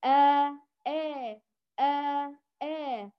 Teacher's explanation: تشعر أن صوتها ما بين الفتح والكسر، ما بين الألف والياء، هي بين بين، لا بس هي بتكون أقرب للألف. · Term: الإمالة الصغرى